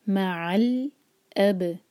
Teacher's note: الف لائٹ رہے گا اور با پر قلقلہ ہوگا